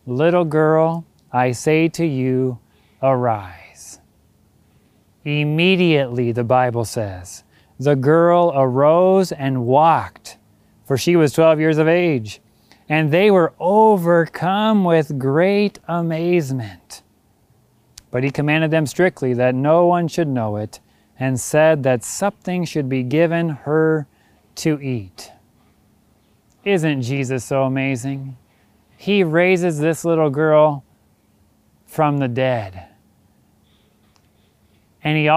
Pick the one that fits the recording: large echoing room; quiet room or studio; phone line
large echoing room